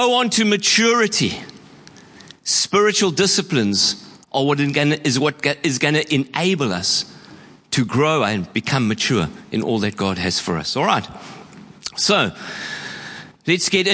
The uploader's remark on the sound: Preached at Horsham Downs on 11/02/24